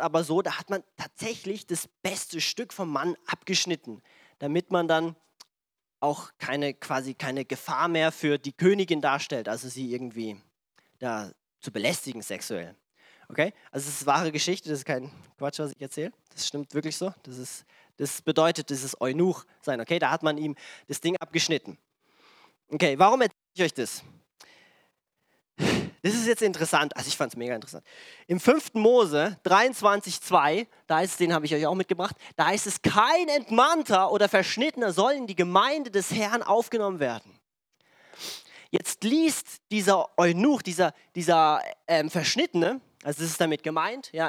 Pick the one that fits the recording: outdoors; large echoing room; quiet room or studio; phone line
large echoing room